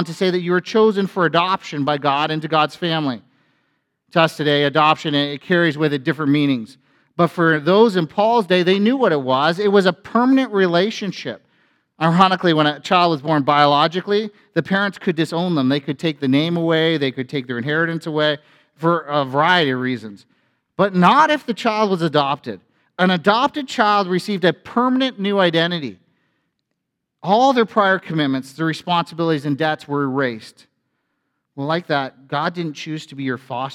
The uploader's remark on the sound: A sermon from FBC Church in Cobourg,